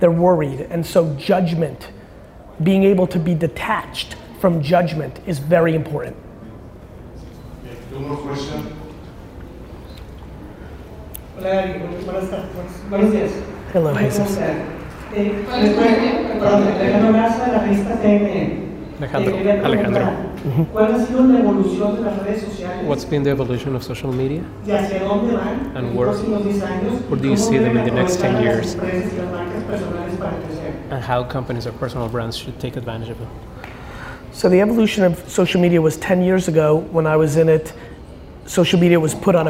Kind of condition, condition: setting, busy venue